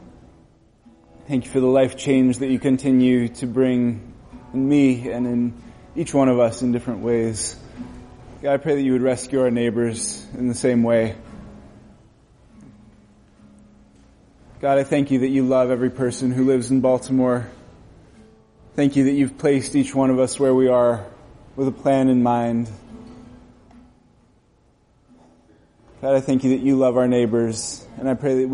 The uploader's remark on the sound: This recording will bring you into our gathering